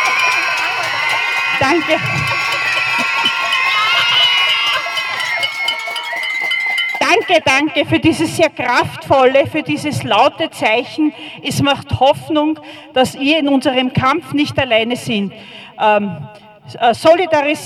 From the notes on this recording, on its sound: O-Ton Schreitag gegen Femizide am 1. März 2024 in Wien.